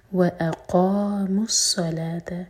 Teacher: حمزہ light قاف heavy